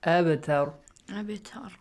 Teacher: Originally it has the sukun, okay? So it means in this case the qalqala is applied but weak one.